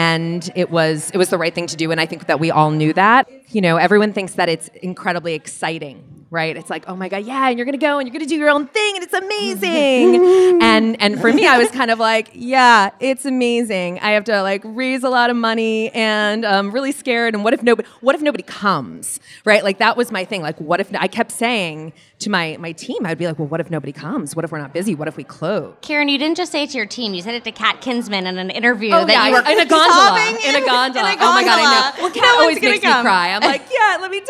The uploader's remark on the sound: We are coming to you live from Boston Magazine's Taste 2019 , the annual event. We are coming to you live from Boston Magazine's Taste 2019 , the annual event celebrating this year’s Top 50 restaurant list, featuring dishes from some of Boston’s best chefs!